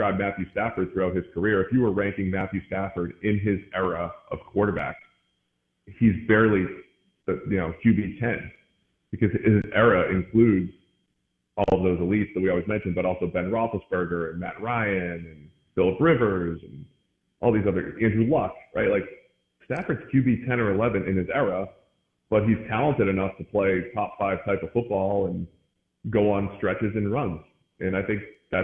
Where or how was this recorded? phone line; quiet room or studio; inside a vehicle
phone line